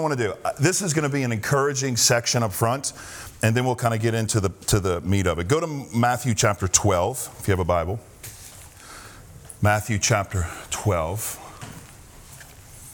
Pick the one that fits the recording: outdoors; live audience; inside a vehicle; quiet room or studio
live audience